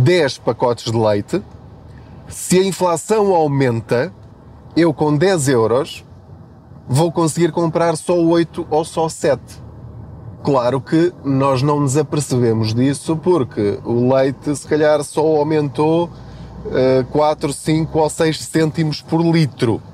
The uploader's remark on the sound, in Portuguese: Aproveite a minha boleia. Não ligue aos barulhos da viagem.